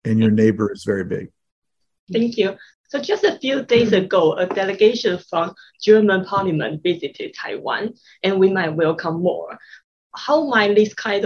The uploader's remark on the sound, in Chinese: 本集節目內容取自遠見雜誌團隊線上專訪錄音